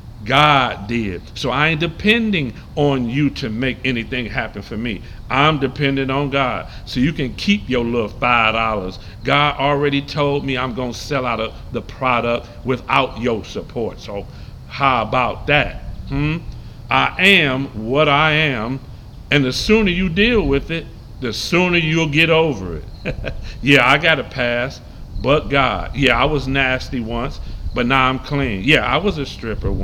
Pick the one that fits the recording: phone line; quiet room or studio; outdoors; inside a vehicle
outdoors